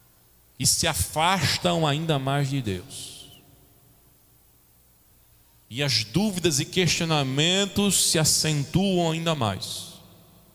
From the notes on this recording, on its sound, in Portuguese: Gravado em 24 de janeiro de 2021 na Igreja Evangélica Congregacional em Candeias